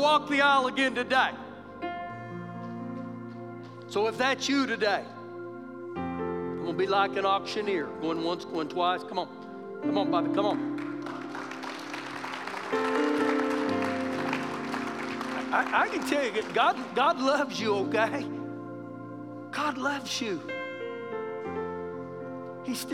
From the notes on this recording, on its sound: Recorded live during our Sunday morning service